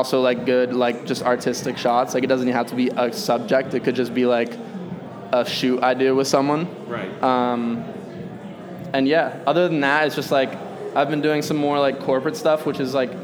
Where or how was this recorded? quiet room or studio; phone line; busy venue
busy venue